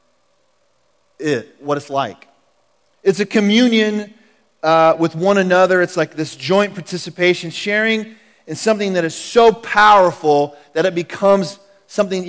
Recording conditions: large echoing room